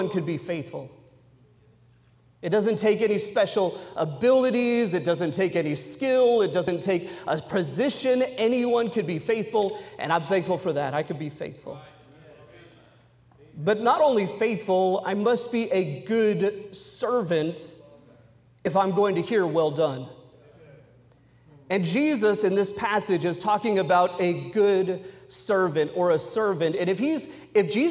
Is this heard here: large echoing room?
yes